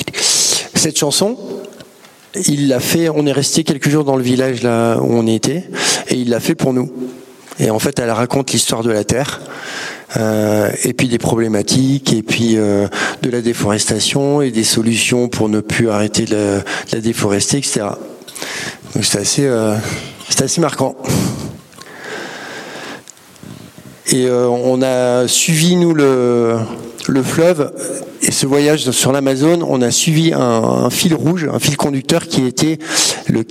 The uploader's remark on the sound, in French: Une conférence de l'ENSA, Ecole Nationale de Ski et d'Alpinisme.